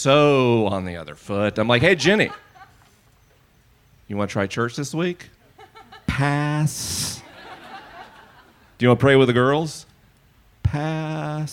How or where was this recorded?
live audience